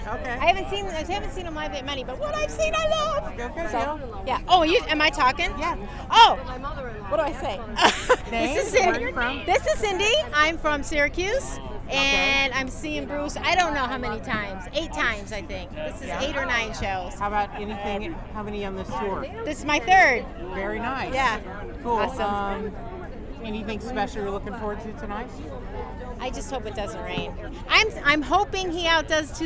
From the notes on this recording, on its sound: shares some audio he recorded while tailgating